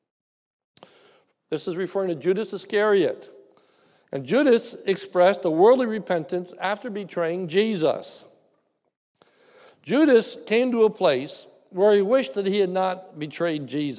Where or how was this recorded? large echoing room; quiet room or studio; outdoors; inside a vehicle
large echoing room